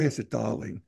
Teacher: characterized by a posh, melodic delivery with an emphasis on certain T sounds and soft vowels. Speakers tend to enunciate each word distinctly, and the accent has a somewhat rhythmic or musical quality, darling. · Term: mid-Atlantic accent